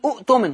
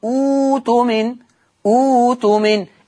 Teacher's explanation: ولذلك عند البدء اقول ابدال الهمز الساكن اللي هي الهمزه الثانيه واو ماديه · Shown in: second take